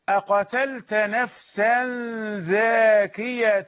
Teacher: ومد وخفف ياء زاكية سما. إذن أهل سما يقرؤون زاكية بألف وبغير تشديد، والباقون لا يمدون ولا يخففون.